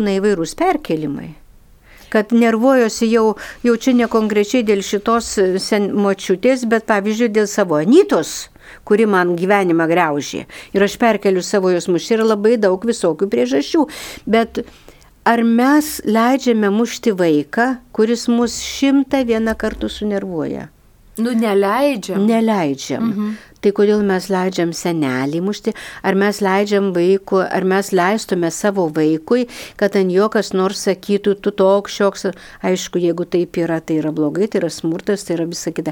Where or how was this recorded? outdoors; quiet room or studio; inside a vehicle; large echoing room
quiet room or studio